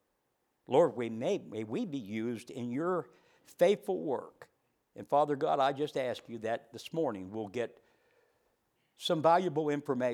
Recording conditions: large echoing room